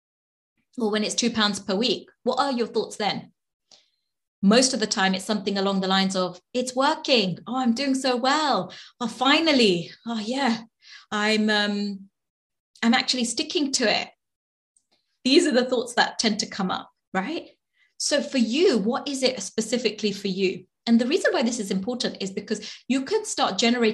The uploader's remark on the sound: Webinar Replay. This week's podcast is the audio recording of the webinar!